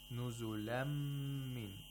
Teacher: we don't pronounce the nun sakina. Instead, we pronounce the next letter with tashdeed. That is mim here. And with ghunna. · Term: ilram of nun sakina